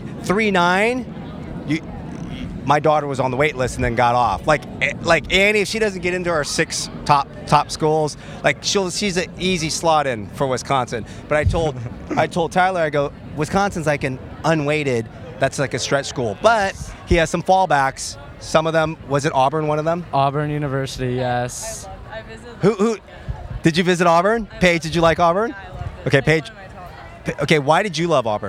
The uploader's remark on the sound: Remote from the campus of Newport Harbor High School. A remote podcast from a recent Regional Admission California Counselor College Fair on the campus of Newport Harbor High School in Southern California. This was "live" on campus at the time and remote during the RACC College Fair.